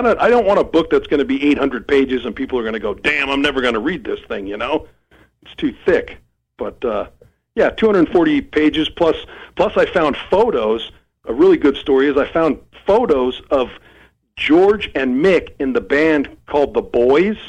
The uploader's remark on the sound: Called.